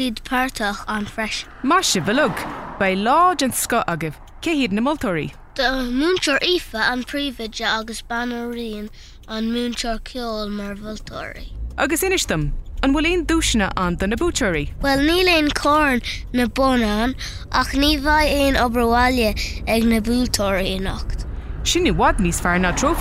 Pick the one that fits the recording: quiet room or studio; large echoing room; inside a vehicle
inside a vehicle